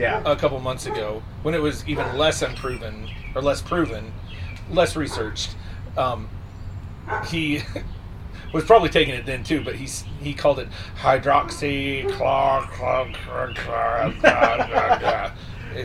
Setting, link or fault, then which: setting, outdoors